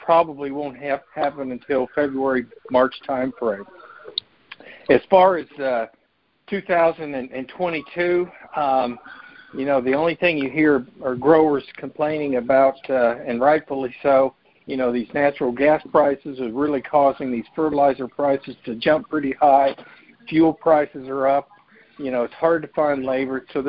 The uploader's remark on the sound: Oct 2021 Monthly Conference Call